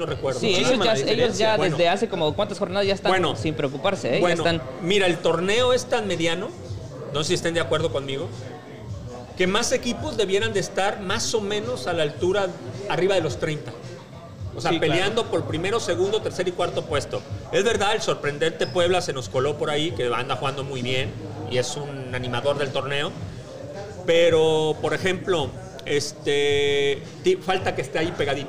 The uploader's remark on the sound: Live from LA. Live from Revolucion Cantina in Fullerton, CA.